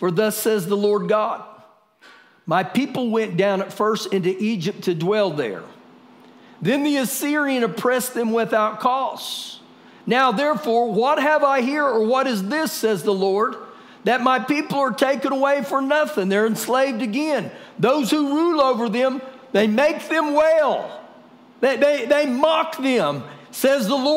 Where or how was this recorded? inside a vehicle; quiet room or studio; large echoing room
large echoing room